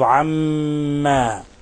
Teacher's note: ميم مشددة، ميم مشددة فهي إذن حرف غنة مشدد، تعطى غنة مقدارها حركتين